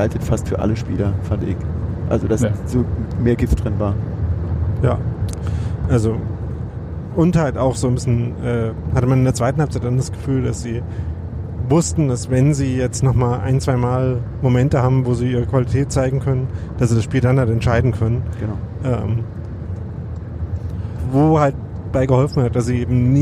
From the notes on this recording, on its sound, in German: Wir reden schon auf der Rückfahrt nach Berlin über das Spiel. Der das Podcast-Mobil während der Aufnahme sicher Richtung Berlin gesteuert hat.